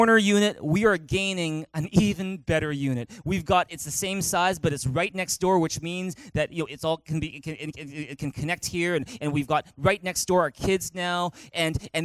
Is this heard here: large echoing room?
yes